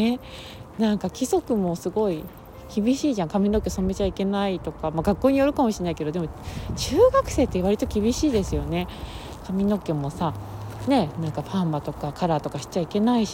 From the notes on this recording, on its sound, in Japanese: 酔っ払ってフラフラ歩きながらの収録。酔っ払って歩いて収録したけど。